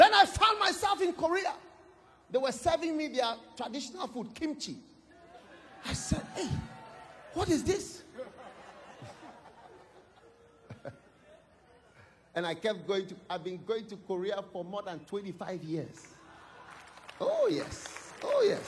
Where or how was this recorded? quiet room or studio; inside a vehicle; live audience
live audience